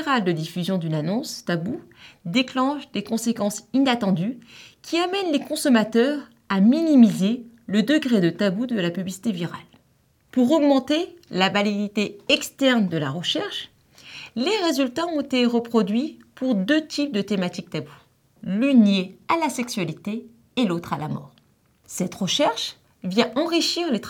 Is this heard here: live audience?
no